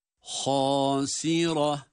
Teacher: Ha kalın, sin ince, ra kalın ve ha ile duruyoruz.